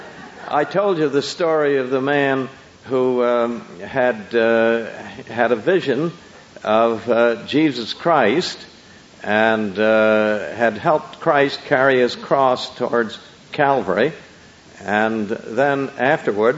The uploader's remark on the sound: Recorded early in the 1980s at a Psychedelic Conference held at UCSB